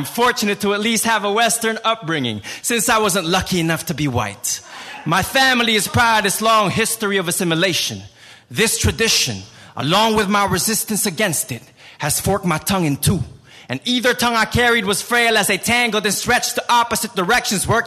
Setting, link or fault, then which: setting, live audience